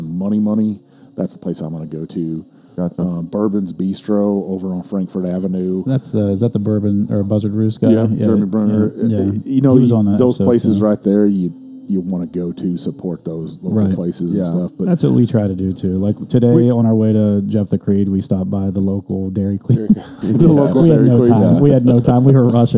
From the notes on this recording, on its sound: Justin's House of Bourbon in Louisville for hosting us while we recorded and setting us up in their back room